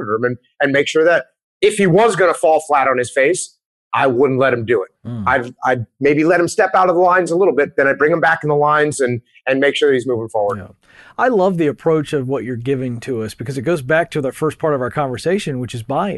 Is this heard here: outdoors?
no